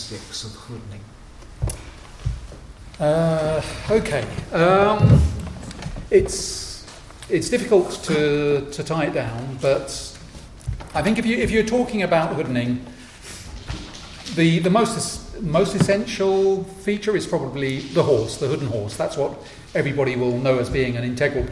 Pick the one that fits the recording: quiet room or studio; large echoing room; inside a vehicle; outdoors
large echoing room